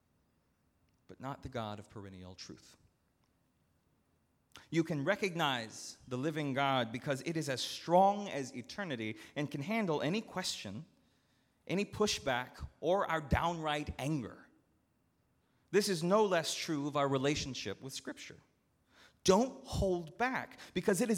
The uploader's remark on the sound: at Northminster Church on October 20, 2019